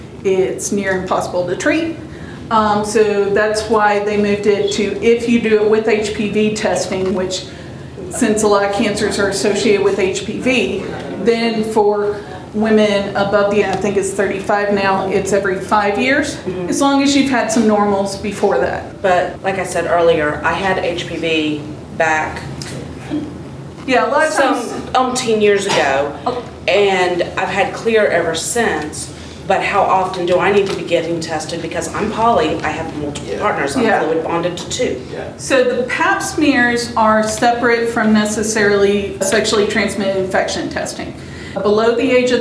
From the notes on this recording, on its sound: This is the 7th year we recorded this event at Frolicon.